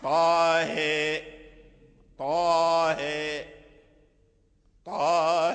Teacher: ورش أمال الهاء دون الطاء، وإمالته كبرى وكذلك مثلهم، ولا يميل ورش من طريق الأزرق إمالة كبرى إلا الهاء من طه.